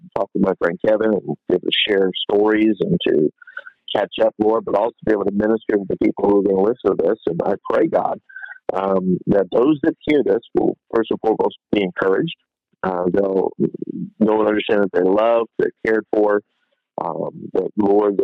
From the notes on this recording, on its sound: Phone interview.